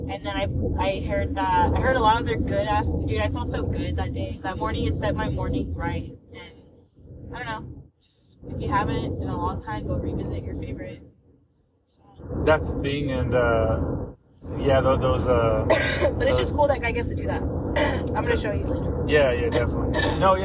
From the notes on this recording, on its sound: It’s a road trip podcast with my wife! The sound is meh but work with it cause it’s a good one!